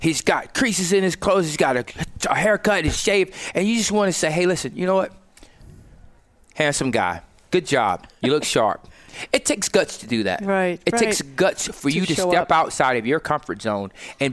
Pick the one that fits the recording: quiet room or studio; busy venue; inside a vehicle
busy venue